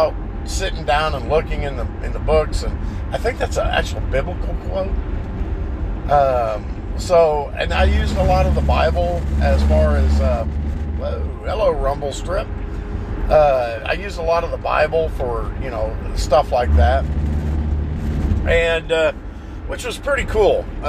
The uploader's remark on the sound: While driving